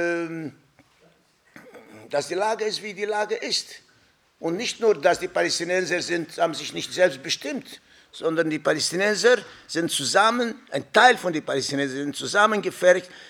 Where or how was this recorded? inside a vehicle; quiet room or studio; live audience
live audience